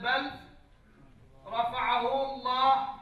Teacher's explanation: أن اللام مع الراء حكمه الإدغام مثل بل رفعه الله، تقرأ بل رفعه.